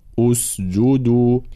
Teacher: وإذ قلنا للملائكة اسجدوا، كلمة اسجدوا تبتدئ بهمزة وصل. إذا ابتدأنا بها نبتدئ بهمزة مضمومة اسجدوا، لأنه هنا الثالث من الفعل مضموم، لقول ابن الجزري وابدأ بهمز الوصل من فعل بضم إن كان ثالث من الفعل يضم.